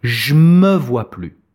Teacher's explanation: le « e » du mot « je » n'est généralement pas prononcé à l'oral, même si le mot suivant commence par une consonne.